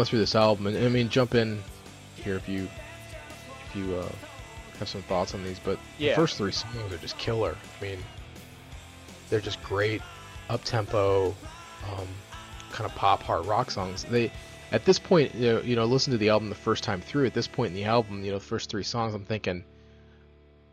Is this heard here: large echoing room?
no